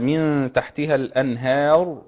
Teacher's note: اقف على الراء بالتفخيم. ليه؟ علشان قبلها فتح